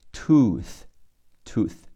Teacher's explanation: Tooth.两个 O 读长音 U。T O two T H 咬舌头，只出气不出声